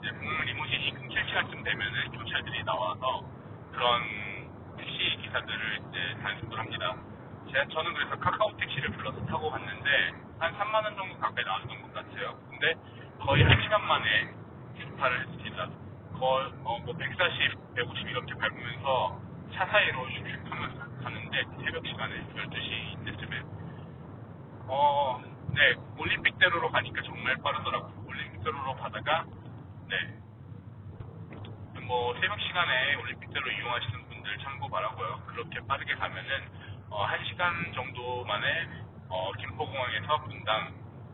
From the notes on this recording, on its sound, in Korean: 아무런 대본도 없이 길이 막히길래 차에서 프리스타일로 녹음해보았습니다.